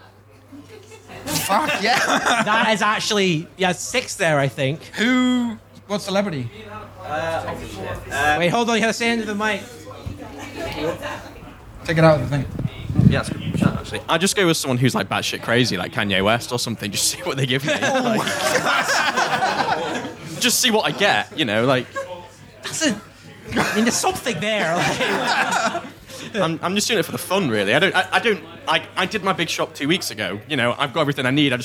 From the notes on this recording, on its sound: Live from The Station House. This is our first-ever live show! In front of an audience of real humans.